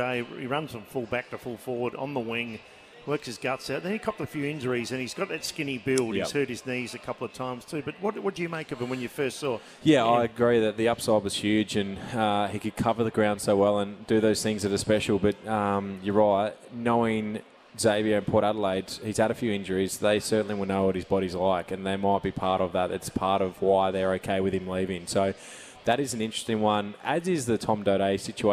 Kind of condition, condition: setting, busy venue